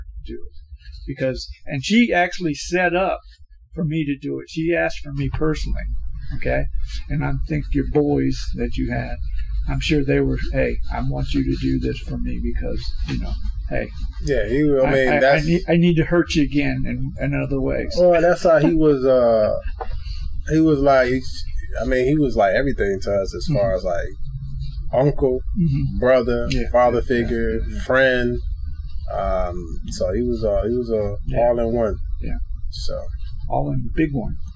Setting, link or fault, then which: fault, poor sound quality